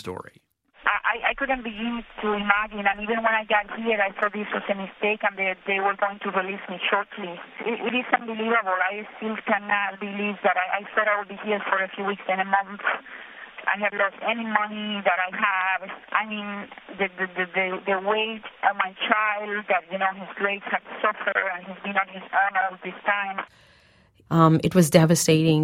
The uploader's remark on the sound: “I don't really know what is happening,” he says from a scratchy phone line inside the detention center. He says as an automated recording from the prison cuts between his words.